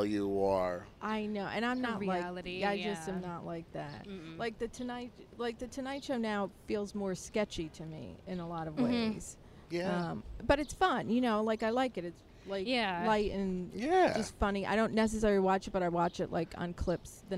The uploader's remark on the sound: No kids, dogs or rats were harmed during the outing, but all were experienced up close and personal. Ah, the unpredictability of recording in the great outdoors!